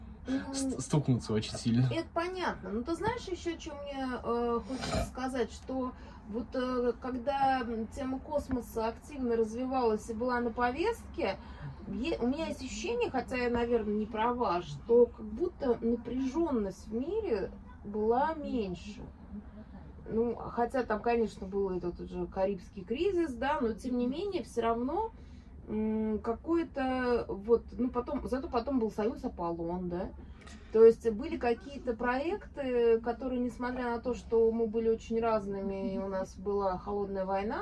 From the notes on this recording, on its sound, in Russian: Просим прощения за звуки улицы, которые врываются в наш подкаст.